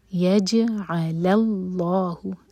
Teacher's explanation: شیئاً ویجعل اللہ، جیم پر سکون، جیم پر قلقلہ. یجعل اللہ، اللہ تعالیٰ کے نام میں جو لام ہے وہ منہ بھر کر پڑھا جائے گا